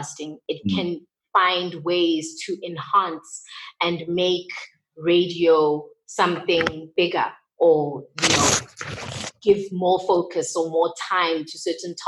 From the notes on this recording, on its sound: Africa Podfest virtual panel discussion. A virtual panel discussion arranged by Africa Podfest.